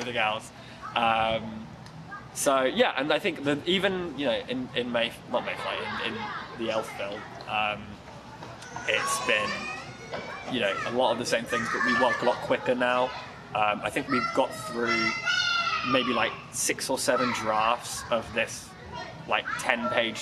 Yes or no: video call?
no